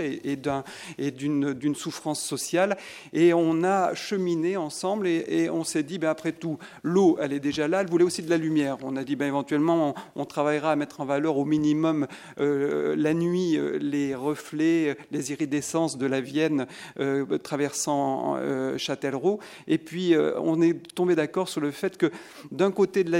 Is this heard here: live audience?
yes